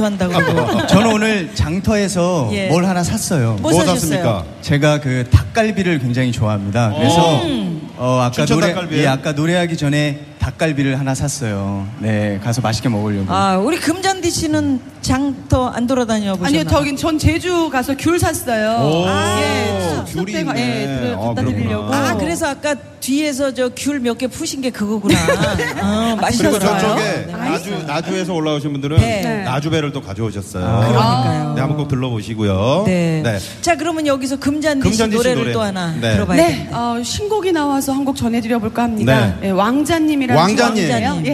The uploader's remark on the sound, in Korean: 유쾌한 만남 공개방송.